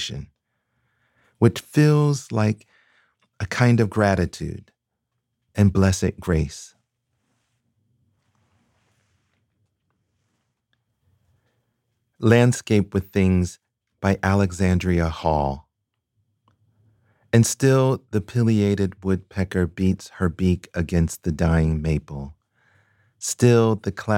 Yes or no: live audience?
no